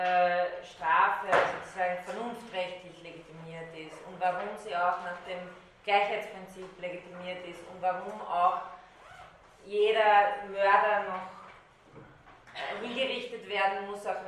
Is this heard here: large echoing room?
yes